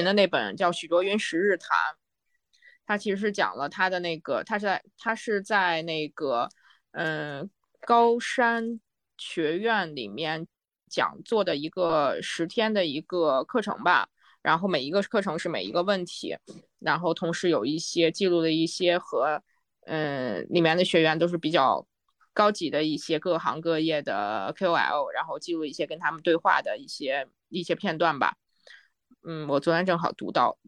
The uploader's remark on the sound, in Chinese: 又是线上录制的一期。我们又开始了新一轮的居家办公模式。